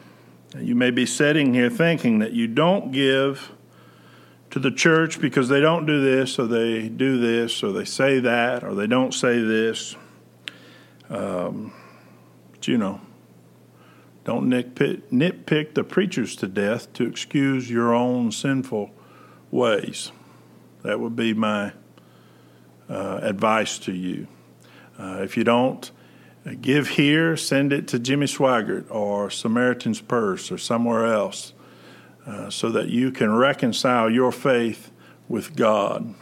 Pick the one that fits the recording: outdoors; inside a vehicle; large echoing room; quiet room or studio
large echoing room